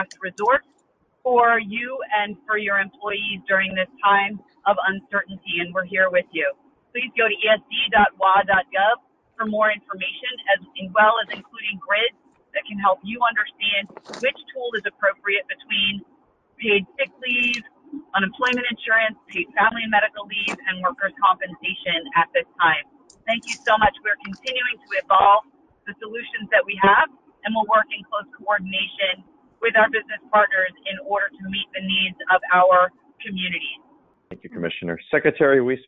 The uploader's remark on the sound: COVID-19 Employer Conference Call.